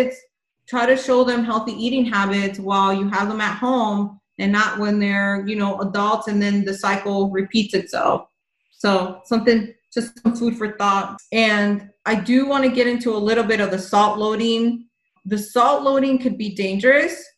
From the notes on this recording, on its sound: This is a replay from a zoom call